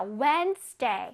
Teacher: 자, 저기서 D는 소리를 내지 않습니다. 오케이. 그냥 무늬만 D가 있는 거예요.